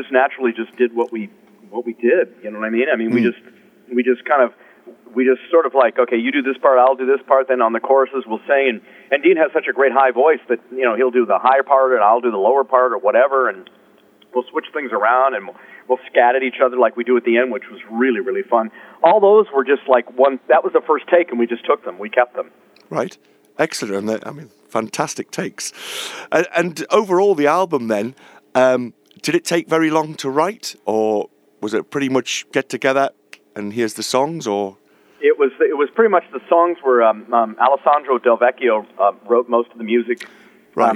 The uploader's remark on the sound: In this phone interview